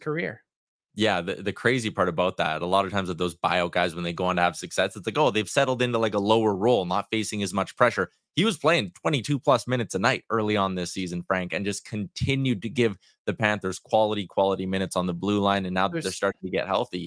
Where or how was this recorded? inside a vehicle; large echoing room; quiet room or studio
quiet room or studio